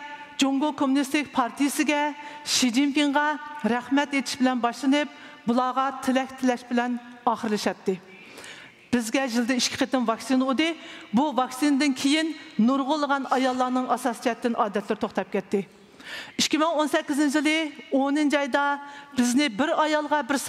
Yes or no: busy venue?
yes